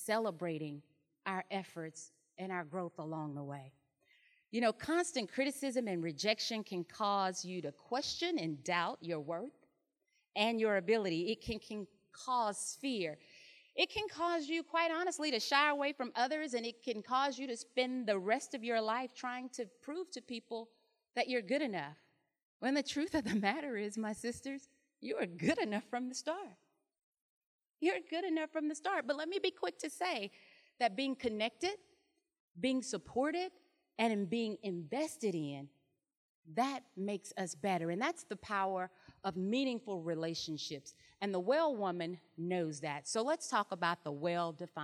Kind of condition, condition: setting, live audience